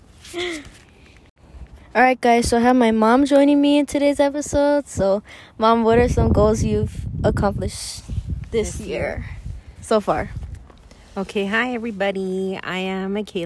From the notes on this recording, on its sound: As we were enjoying the outdoors and fishing